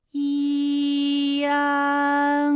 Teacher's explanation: 可以了。那最后这个声音呢，是从鼻腔里发出的，大家可以跟我练一组例词啊，参战。反感，烂漫。好，下面呢我们来发一安的发音。发音的时候呢，从前高不圆唇元音一开始，舌位向前低元音啊的方向滑降，舌位只降到半低前元音 i 的位置就开始升高，发 i 后软腭下降，逐渐增强鼻音色彩，舌尖迅速移到上齿龈，最后抵住上齿龈，做出发鼻音呢的状态。大家可以跟我来感受一下啊，一安，哎，这三个音发完整，我们每一个状态呢都能知道它的音的流向。当然，最后一定还是要归到鼻音呢才算是发完整。好，大家一起来跟我来发下面这组词：艰险、简便、连篇。好，我们继续再来发乌安。乌安的发音的时候呢，是从圆唇的后高元音乌开始，口型迅速的由合口变为开口状，舌位向前迅速滑降到不圆唇的前低元音啊的位置呢就开始升高，发啊后软腭下降，逐渐将鼻音色彩